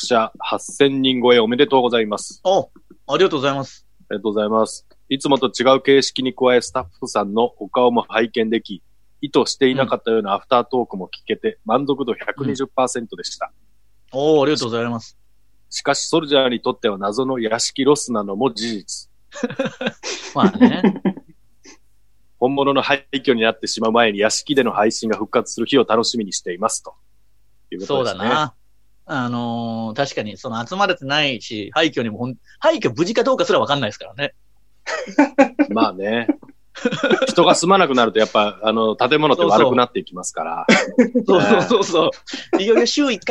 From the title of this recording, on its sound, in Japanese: 今夜も2度目のリモート配信